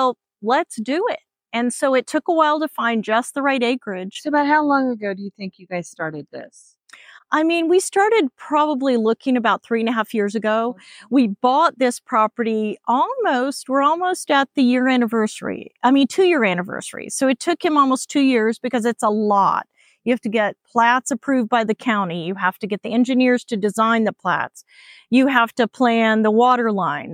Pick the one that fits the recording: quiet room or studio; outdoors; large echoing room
outdoors